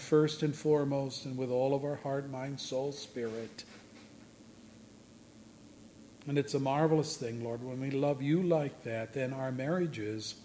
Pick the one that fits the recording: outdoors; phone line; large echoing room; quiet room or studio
large echoing room